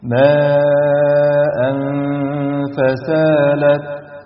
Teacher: وزي ما درسنا إن الإخفاء معاه غنة حركتين، نطبق كده الحكم، هنقول ماء فسالت. وهنا انت سمعت تنوين مخفى بغنة حركتين